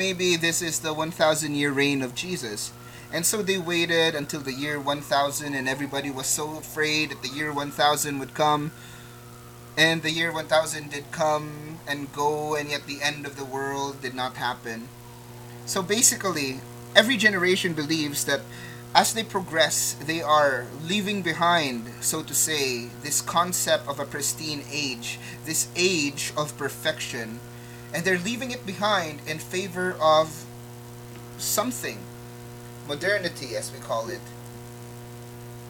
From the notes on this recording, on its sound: Apologies in advance for the audio static.